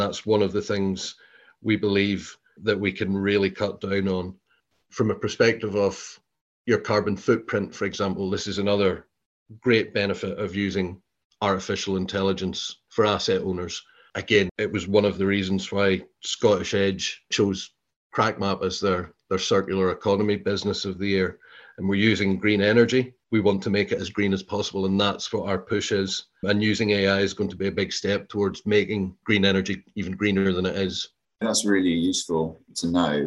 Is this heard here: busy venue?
no